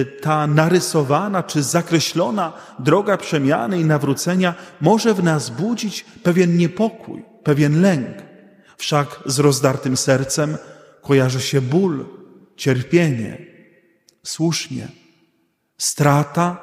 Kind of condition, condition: setting, large echoing room